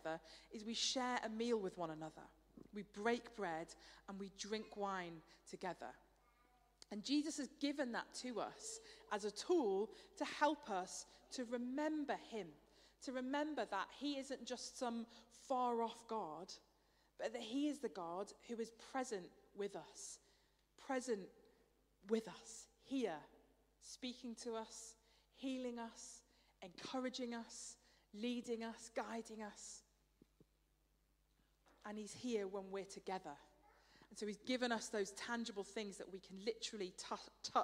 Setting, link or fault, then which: setting, large echoing room